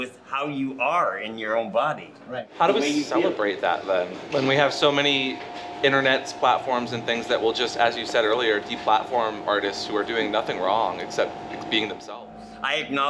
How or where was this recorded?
busy venue